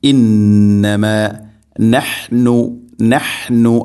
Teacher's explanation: ഹ തൊണ്ടയുടെ മധ്യഭാഗമാണ് ഹ എൻ്റെ മഖ്റജ്. നഹ്നു, നഹ്നു അല്ല, ഇന്നമാ നഹ്നു ഓതരുത്.